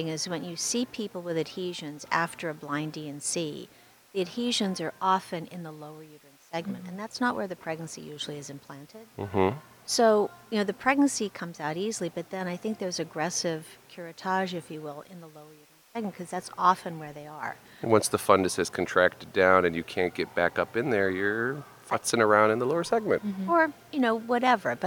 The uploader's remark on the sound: Live from ASRM 2023